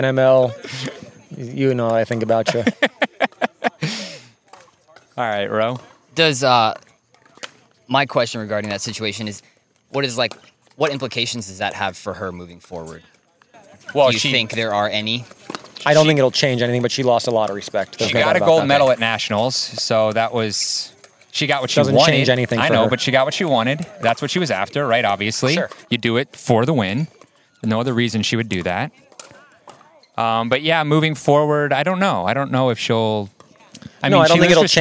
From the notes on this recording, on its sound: On location at Crescent Lake Park in beautiful St. Petersburg, FL.